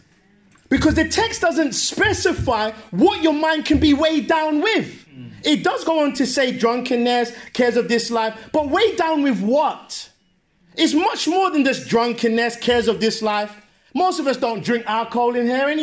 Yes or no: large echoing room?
yes